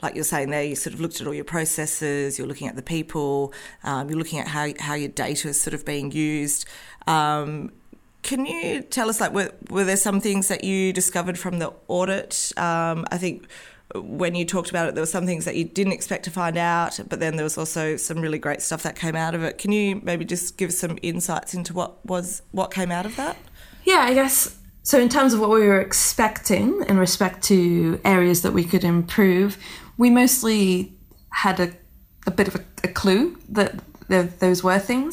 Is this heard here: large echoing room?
no